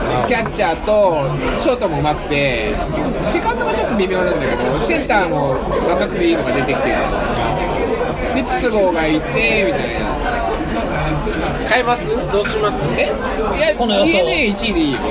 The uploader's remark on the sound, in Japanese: 相も変わらず飲み屋での収録で申し訳ないですが